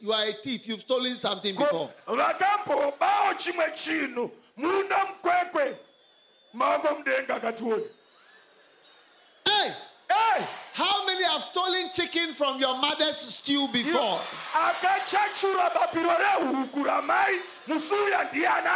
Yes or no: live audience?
yes